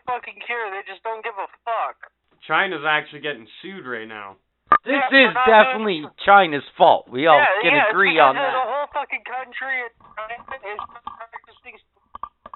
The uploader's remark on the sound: Surprise guest phone call